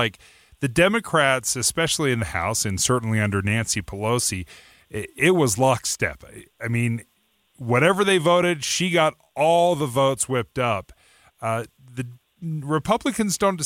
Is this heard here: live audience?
no